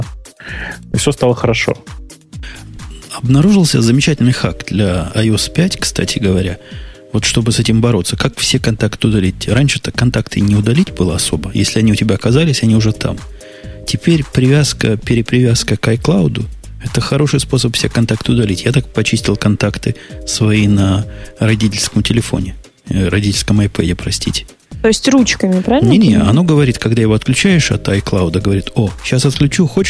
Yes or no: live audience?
no